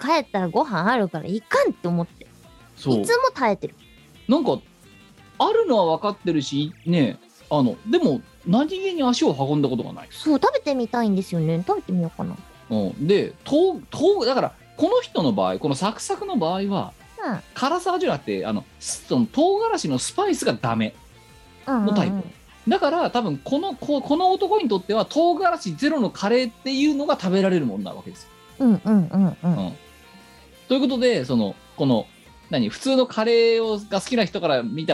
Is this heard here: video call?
yes